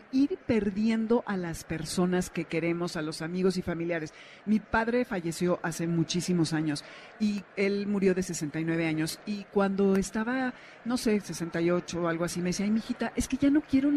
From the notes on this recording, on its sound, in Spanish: Transmisión especial desde el Festival del adulto mayor.